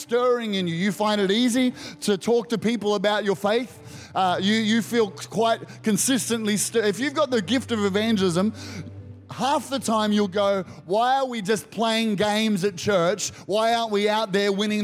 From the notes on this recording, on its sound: Recorded during our 9am service